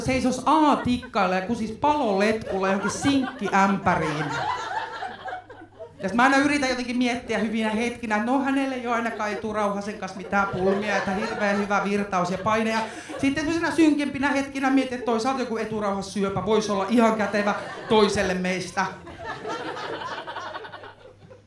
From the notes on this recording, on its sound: Recorded at Mascot Bar & Live Stage on 3.